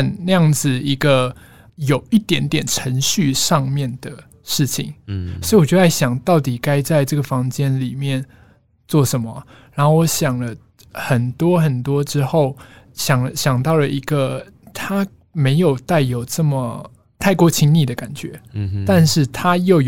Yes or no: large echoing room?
no